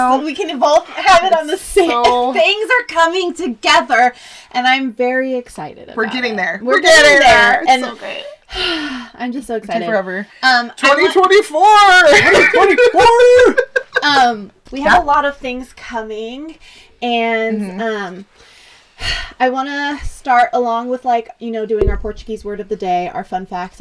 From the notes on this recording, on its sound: Now we need to figure out how to equalize our sound and not scream so loud directly by the microphones!